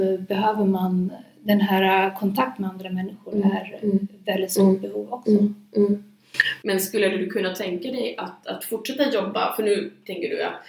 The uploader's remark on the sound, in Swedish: Ljudet är inte det bästa i detta avsnitt pga röstproblem.